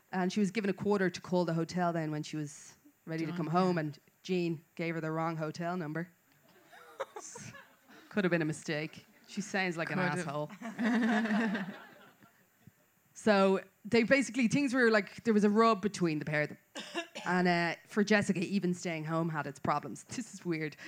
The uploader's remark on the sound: LIVE FROM CORK. This week's episode is a recording live from Kino (a great little venue).